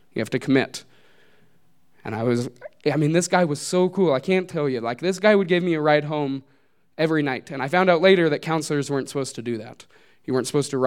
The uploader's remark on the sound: These stories were recorded live at Buntport Theater on February 18, 2015.